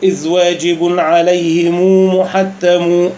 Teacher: نقرأ بإشباع ضمة الميم فيهما هكذا: إذ واجب عليهم محتم، هكذا بإشباع الضمة، ضمة الميم في كلمة عليهم وكلمة محتم.